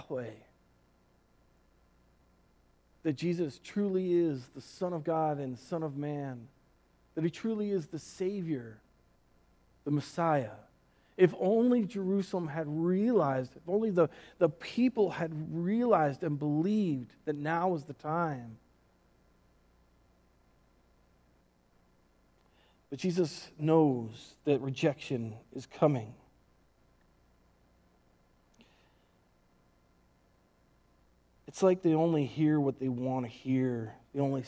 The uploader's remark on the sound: Recorded on April 5th, 2020 at Word of Life Church in Le Sueur, MN.